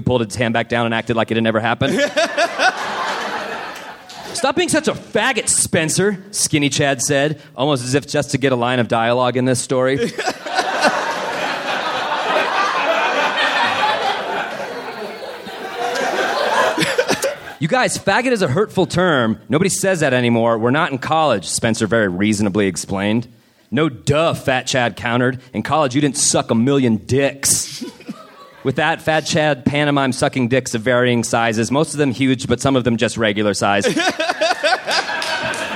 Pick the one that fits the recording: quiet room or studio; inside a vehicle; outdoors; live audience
live audience